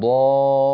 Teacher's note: انتقل من الألف إلى اللام بضغطة على الصوت أو ما يعبر عنه بالنبر